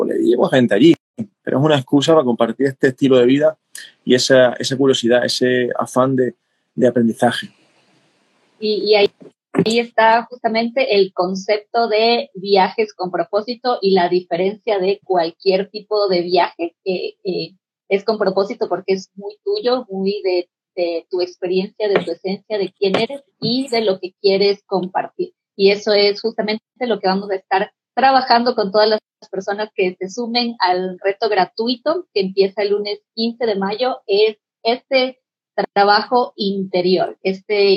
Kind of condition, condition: link, video call